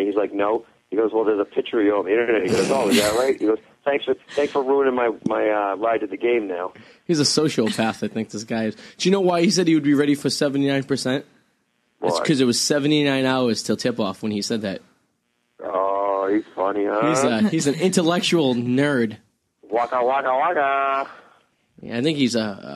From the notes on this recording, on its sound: Calling in from the find city of Wakefield. Gets very worked up on the phone.